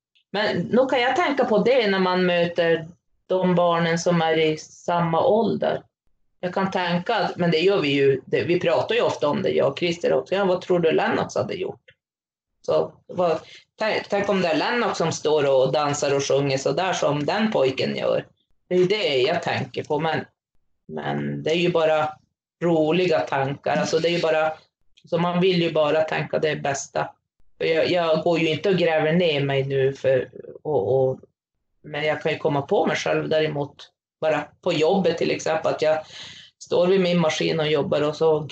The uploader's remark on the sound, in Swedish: Tyvärr är ljudkvalitén något sämre i detta avsnitt eftersom vi spelade in via länk.